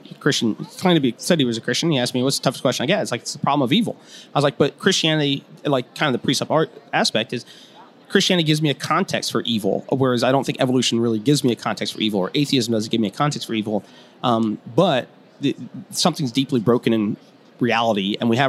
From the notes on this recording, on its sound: interview with me at the G3 Conference